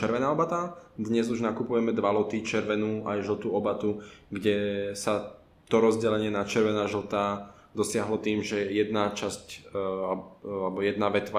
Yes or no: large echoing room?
no